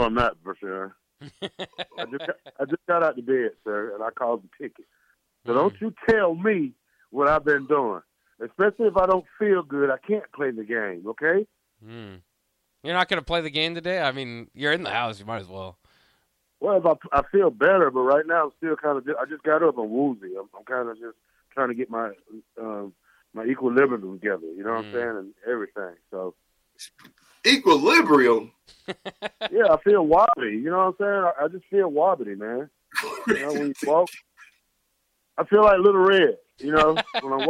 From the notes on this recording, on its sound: LIVE call